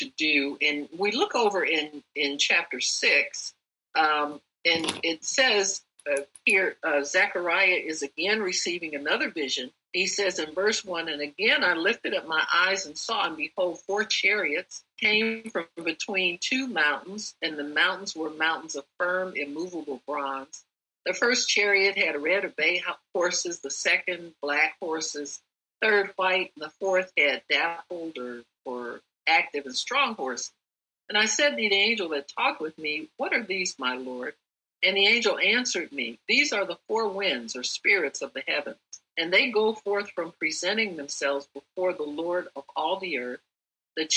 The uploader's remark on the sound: NEW COVENANT OF PEACE ZOOM EVENT.